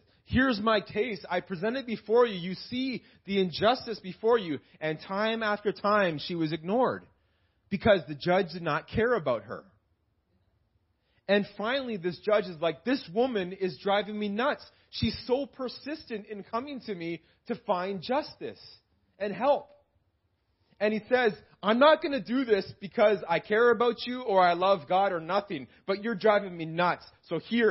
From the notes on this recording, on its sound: This message was preached in July 2018 at Freedom Life Church in Kitchener Ontario